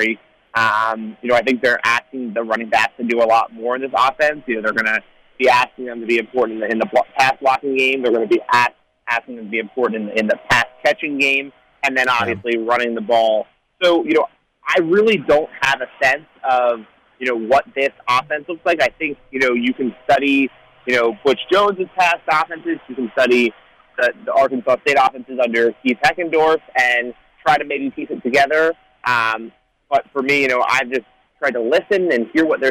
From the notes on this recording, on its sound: on the phone lines